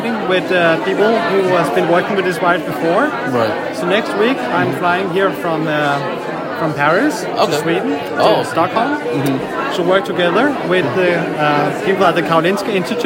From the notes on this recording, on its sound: recorded during IDS Paris 2023